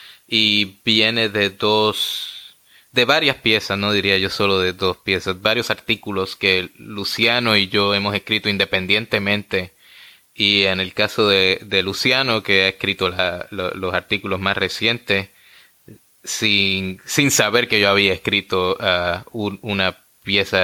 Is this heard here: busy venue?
no